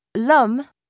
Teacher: In the phrase l'homme, elision occurs. The vowel of le is deleted.